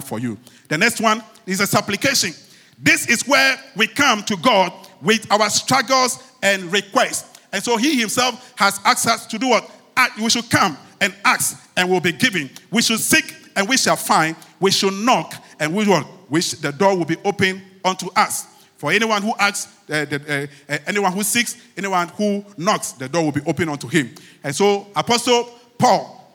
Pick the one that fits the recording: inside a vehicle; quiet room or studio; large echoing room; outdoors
large echoing room